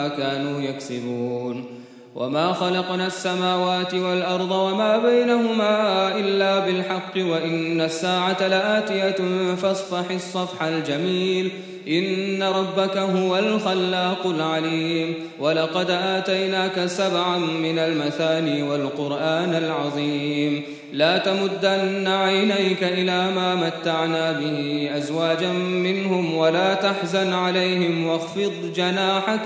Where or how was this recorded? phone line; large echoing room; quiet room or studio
large echoing room